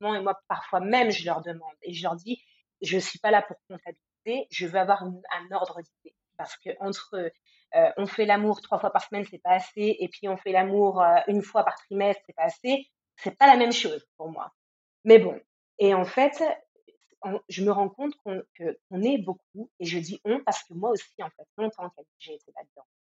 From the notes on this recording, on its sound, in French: Je m'excuse pour la qualité du son.